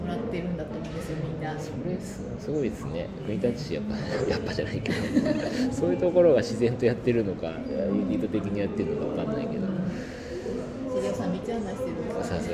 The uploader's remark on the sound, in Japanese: 2022年9月に開催した旧国立駅舎での1週間イベントでの公開ラジオ収録のアーカイブ配信です。